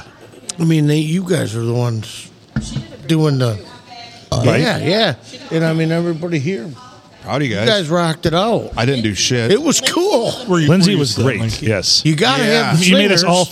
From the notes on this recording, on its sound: Recorded at the Rustic Tavern on Sunday Funday.